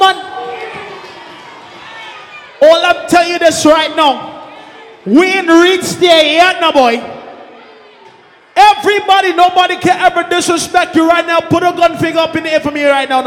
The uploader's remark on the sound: TECH XII LIVE AUDIO FROM VIKING ENT.